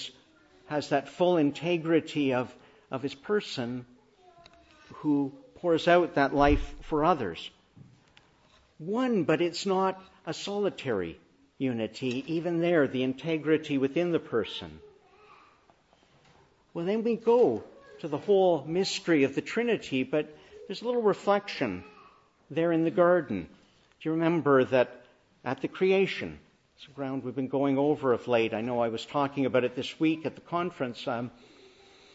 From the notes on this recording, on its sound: Morning Service. Preached in the Annunciation of the Blessed Virgin Mary on Trinity Sunday.